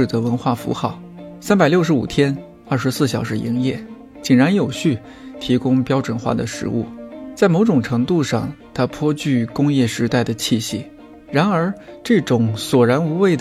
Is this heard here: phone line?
no